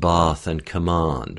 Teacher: words like bath and command are pronounced bath and command with that broad ah sound